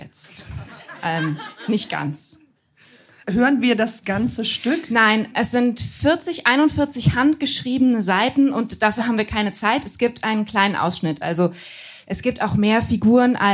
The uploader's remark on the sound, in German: Heißen Dank an den Baergarten des Revier Südost, unser tolles Publikum.